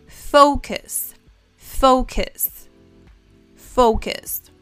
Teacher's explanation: cuando ellos eh, usan la O, usan diptongos